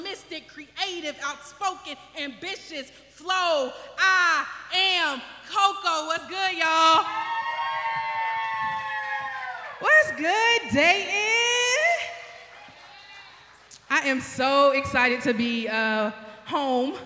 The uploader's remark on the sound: This was a live recording. At yellow Cab Tavern, 700 E. 4th St.